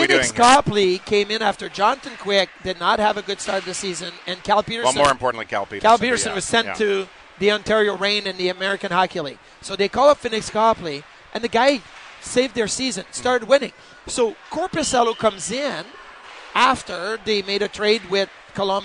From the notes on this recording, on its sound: live from Sabres development camp